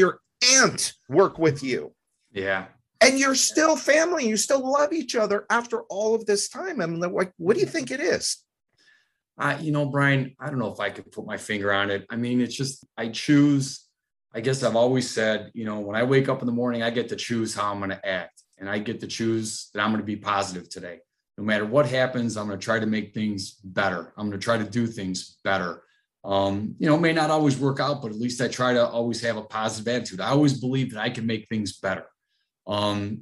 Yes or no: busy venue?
no